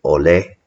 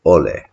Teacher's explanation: a lot of times people say ole with the stress on the O · Shown in: second take